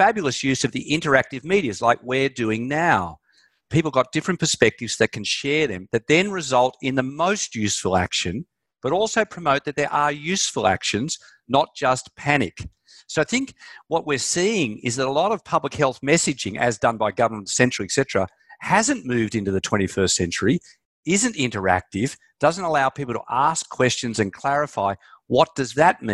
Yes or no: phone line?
no